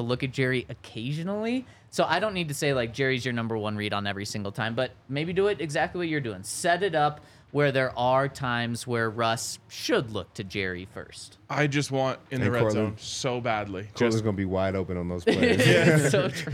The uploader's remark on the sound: Coming to you LIVE from the DNVR Bar to break down all of the latest news in Broncos Country.